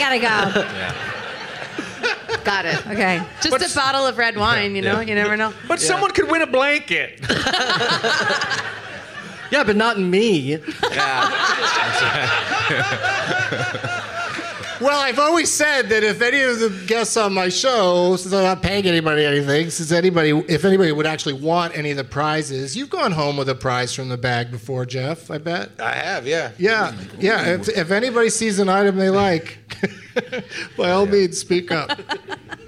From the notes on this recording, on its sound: Live from the Gateway Theatre as part of San Francisco Sketchfest